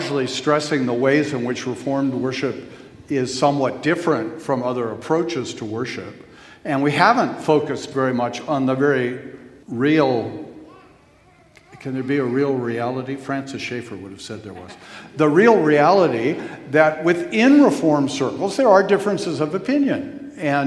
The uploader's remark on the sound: Q & A from the 2021 Boise Reformation Conference